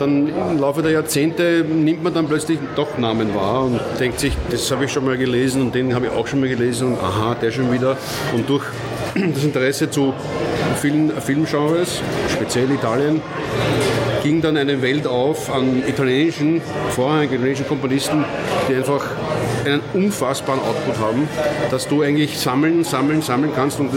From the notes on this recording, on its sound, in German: Außerdem waren wir auf dem Cinestrange Filmfestival und haben mit Machern, Fans und Experten gesprochen.